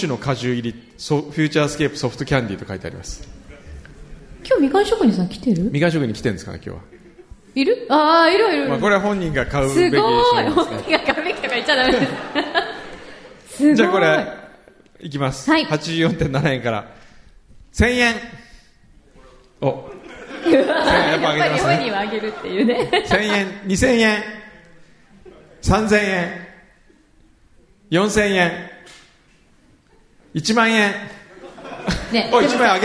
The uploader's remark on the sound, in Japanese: 第一回「よこは・マー映画祭」＠ランドマークホール（横浜ランドマークタワー５F）！！！！ということで、今日は公開収録！